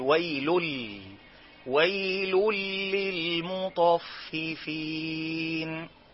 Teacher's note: نون ساكنة يجي بعدها حرف راء، نون ساكنة يجي بعدها حرف لام، زي ويل للمطففين. ما تنطقش التنوين، ما تقولش ويلن، لا قول ويل · Term: إدغام بغير غنة